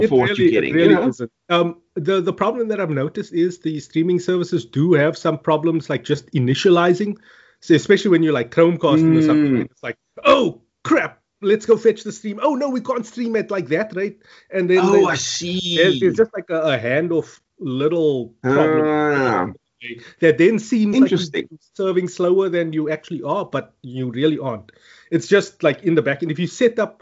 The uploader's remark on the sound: Recorded via Skype